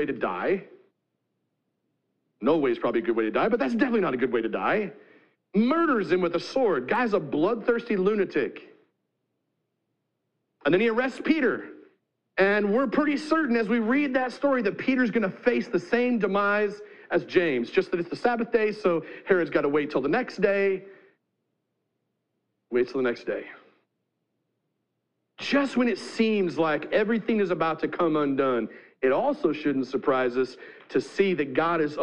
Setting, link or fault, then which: setting, large echoing room